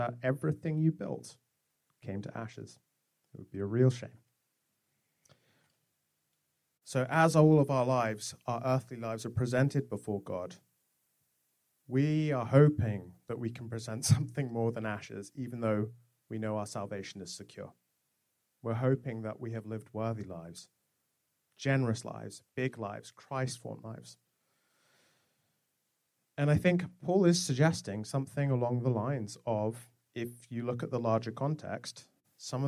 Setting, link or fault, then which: setting, large echoing room